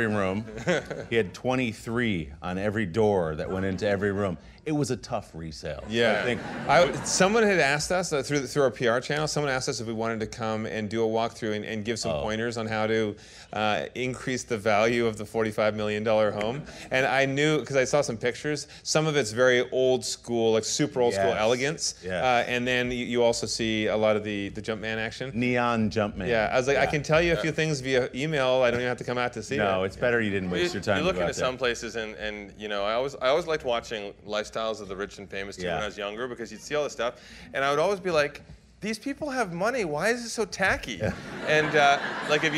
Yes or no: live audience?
yes